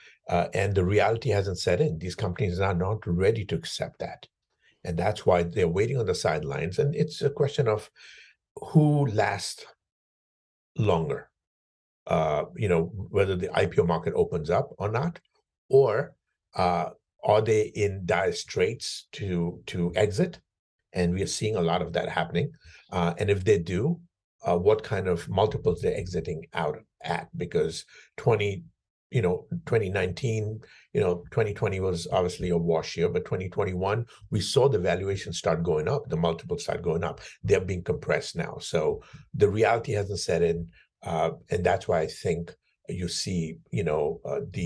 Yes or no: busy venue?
no